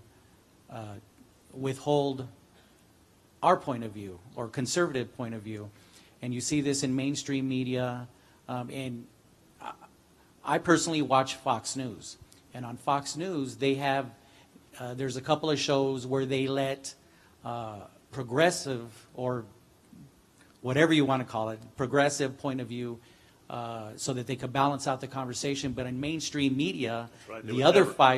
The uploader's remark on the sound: El Paso Christian Church Live Stream